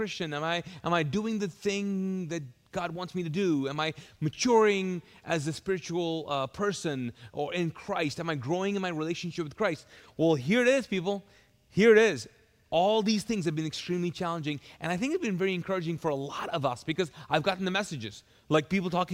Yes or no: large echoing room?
yes